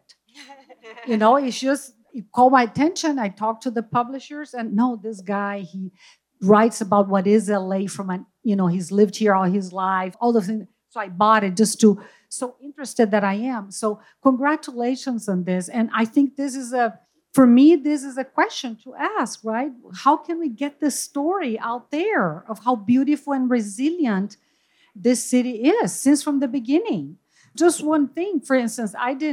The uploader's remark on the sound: On a panel at this summer's LITLIT Festival. LARB presented the second annual LITLIT, or Little Literary Fair, in partnership with Hauser & Wirth Publishers at Hauser & Wirth’s stunning gallery space in Downtown L.A.’s Arts District.